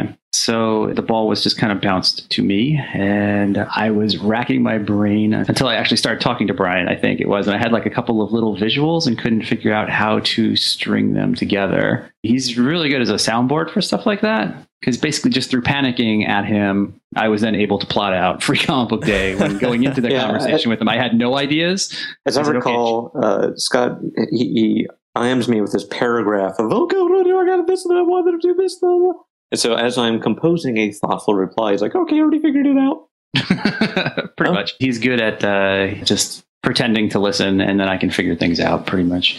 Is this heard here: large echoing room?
no